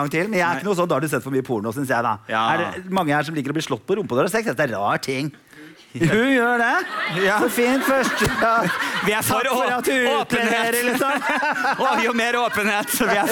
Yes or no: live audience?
yes